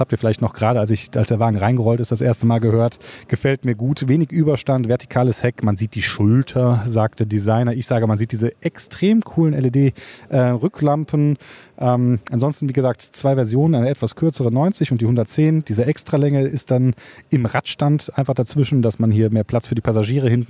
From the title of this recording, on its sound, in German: Live Podcast von der Premiere